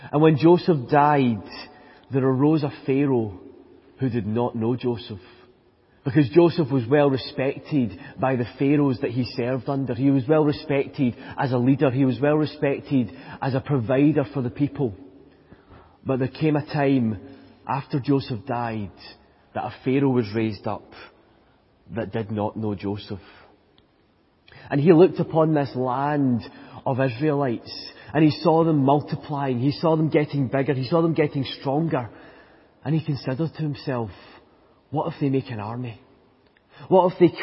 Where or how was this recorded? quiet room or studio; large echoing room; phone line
large echoing room